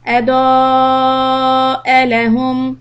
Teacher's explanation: Now don't stretch the hamza. Connect the hamza to lam.